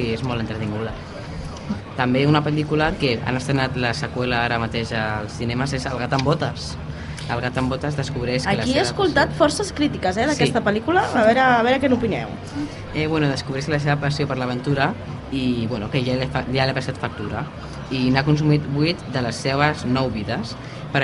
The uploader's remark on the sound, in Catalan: EN DIRECTE desde la Fira de la Candelera